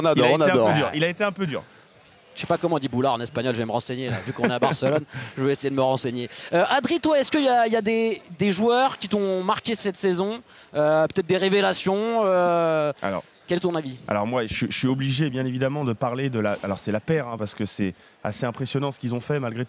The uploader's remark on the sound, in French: en direct du Master de Barcelone